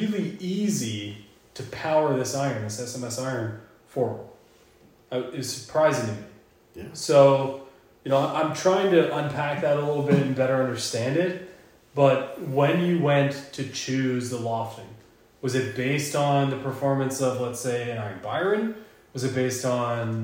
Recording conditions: echo